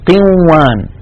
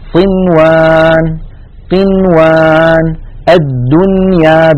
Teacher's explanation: فلا نقول قنوان لا ندغم النون في الواو لا بهن ولا بغيرهن، ولا نقول صنوان ولا نقول الدنيا، بل نقول صنوان قنوان الدنيا بنون مظهرة لا زيادة للغنة فيها · Shown in: second take